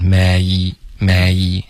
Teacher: 这个 may 的双元音滑动需要再滑得饱满一点